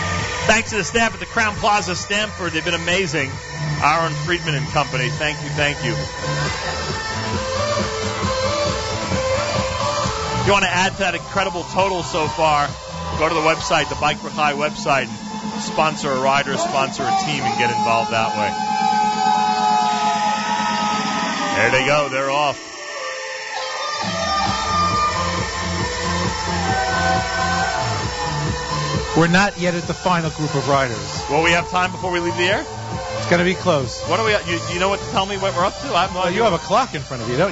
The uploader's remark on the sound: Live Remote Alert! Broadcasts Live from Bike4Chai.